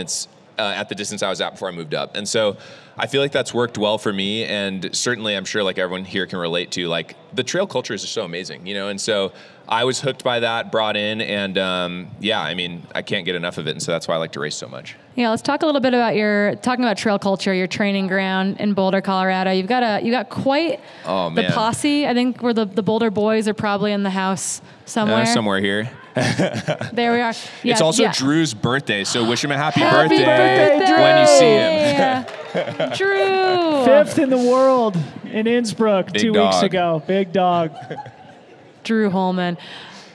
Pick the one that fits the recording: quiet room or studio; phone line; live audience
live audience